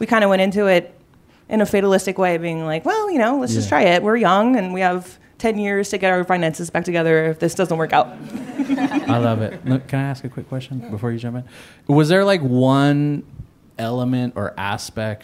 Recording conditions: live audience